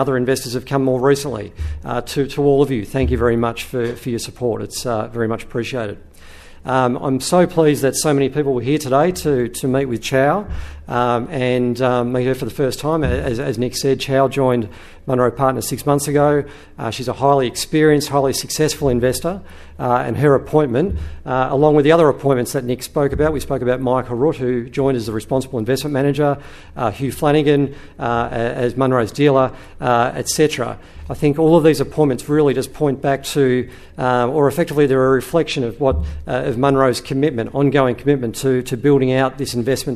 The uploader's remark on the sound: This episode was recorded in Melbourne on 16 August 2023, the final event in the Global Growth roadshow.